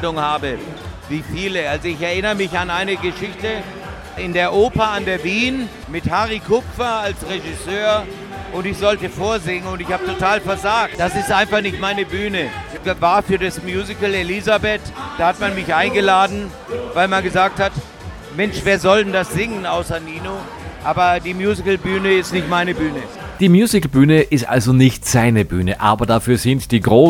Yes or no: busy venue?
yes